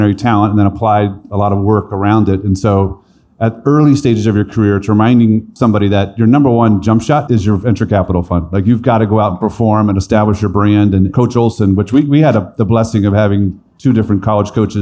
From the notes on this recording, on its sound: Live from the Future Proof Wealth Festival